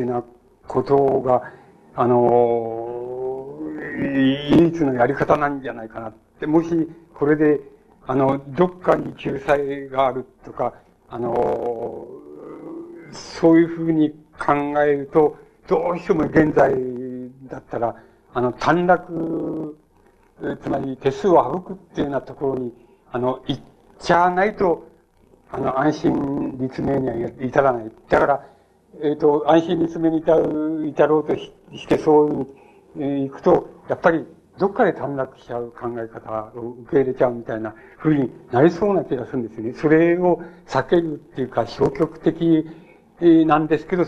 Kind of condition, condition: setting, large echoing room